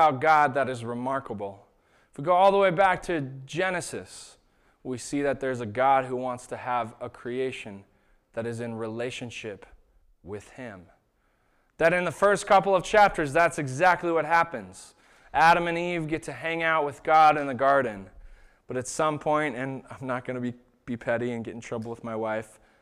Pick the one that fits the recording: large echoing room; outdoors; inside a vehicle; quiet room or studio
large echoing room